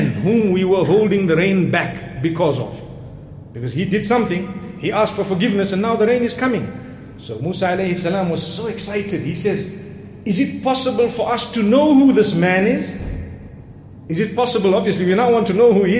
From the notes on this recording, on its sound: Jumuah Lecture from masjid Al Falaah Harare, Zimbabwe.